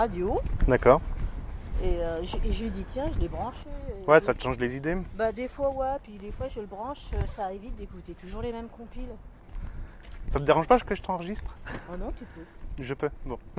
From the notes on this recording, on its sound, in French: Je continue l'enregistrement Live sans remontage. Seul les extraits, intro et conclusion sont insérés en post prod. Enregistrement avec le Zoom H1 en extérieur à Lyon.